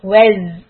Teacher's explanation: For letter Z, Wez. You hear the buzzing sound? Hold the sound a little long.